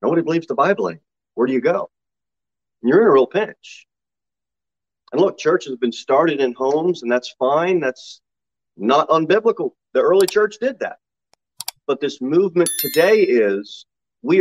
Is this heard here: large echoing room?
yes